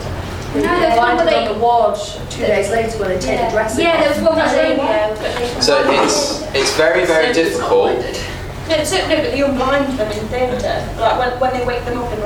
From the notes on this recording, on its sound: In this live recording of the ninth #UnblindingResearch session